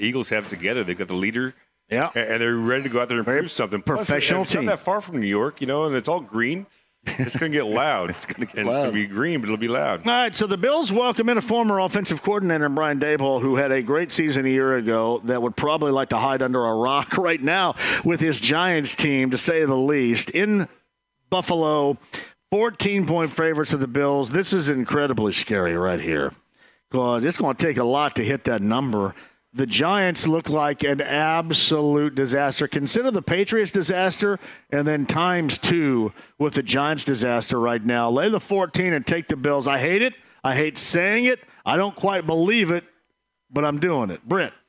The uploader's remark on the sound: Live From Mousetrap